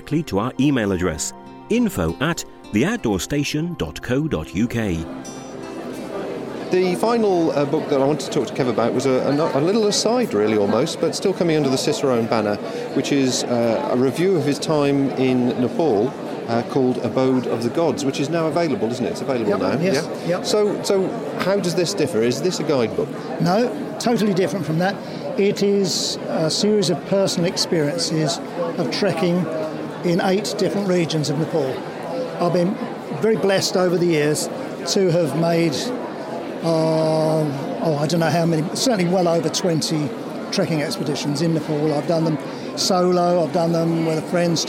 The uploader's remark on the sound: This is the third and final part of the series recorded at the Adventure Travel Show.